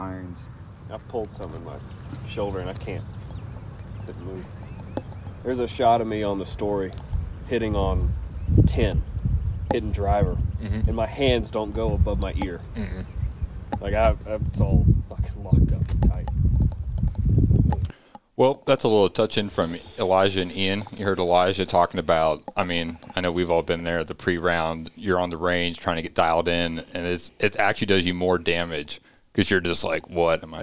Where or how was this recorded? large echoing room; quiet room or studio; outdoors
outdoors